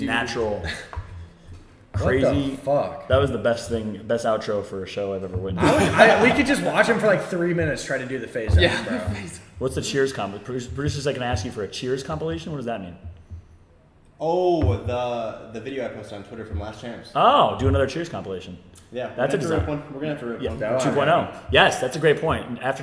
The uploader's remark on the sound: LIVE FROM BIRMINGHAM DAY 2